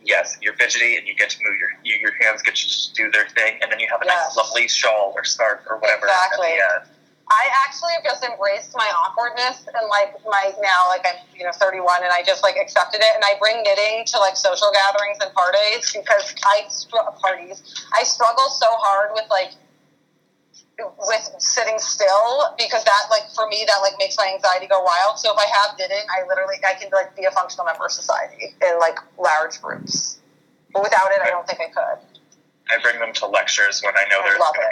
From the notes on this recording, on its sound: On this episode, I had a conference call